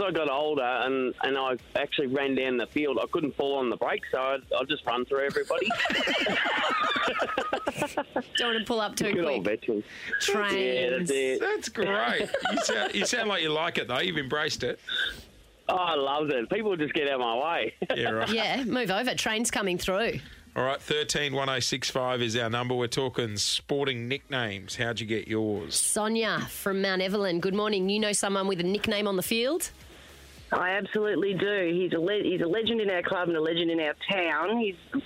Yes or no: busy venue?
no